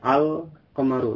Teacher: lamnya nampak jelas ketika bertemu dengan huruf qaf